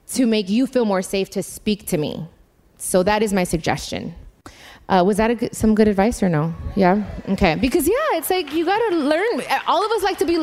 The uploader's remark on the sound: In front of a live audience during the My Cultura Anniversary event at the iHeartRadio Theater.